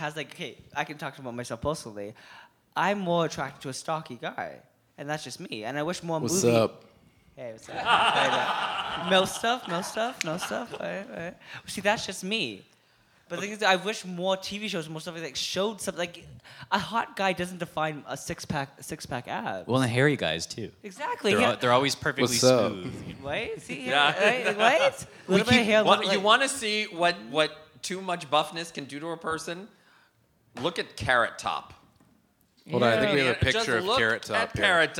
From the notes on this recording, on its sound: Filmed in front of a live studio audience at Nuit Rose, a festival of queer art and performance.